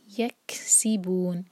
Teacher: سین جو ہے سیٹی کی آواز کے ساتھ آنا چاہیے، اور تھوڑا سا زور دیں گے کیونکہ سکون کے بعد ہے یہ.